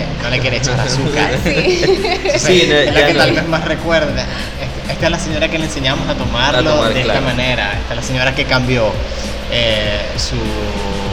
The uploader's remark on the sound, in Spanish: Oh! Café en el Festival Centroamérica de Café.